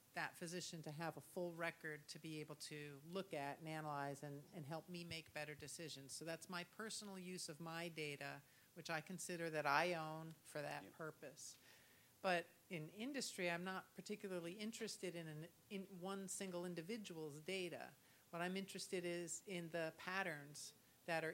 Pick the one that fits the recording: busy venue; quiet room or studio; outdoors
busy venue